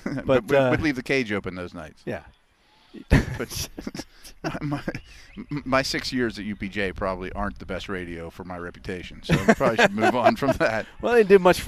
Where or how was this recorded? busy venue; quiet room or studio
busy venue